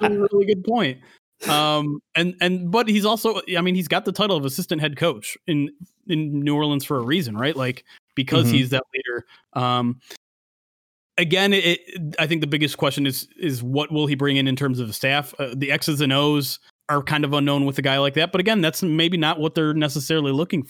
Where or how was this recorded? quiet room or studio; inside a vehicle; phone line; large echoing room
quiet room or studio